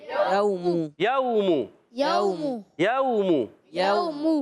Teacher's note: یومو میں واو ساکن سے پہلے زبر یو، یہ واولین ہے، نرمی سے ادا کریں گے. میم پر پیش ہے حرکت، ہے میم کی پیش کو کھینچنا نہیں.